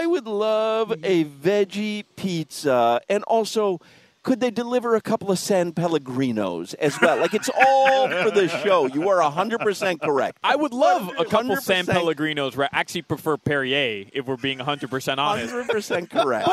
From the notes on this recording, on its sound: While live at Hollywood Kia today